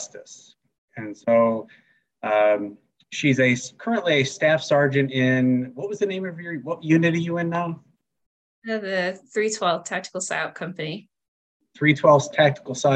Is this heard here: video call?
yes